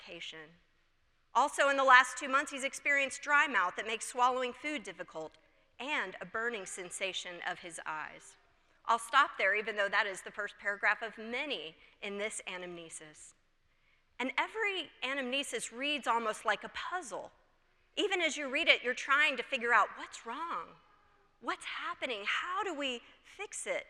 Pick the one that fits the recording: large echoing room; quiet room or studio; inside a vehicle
large echoing room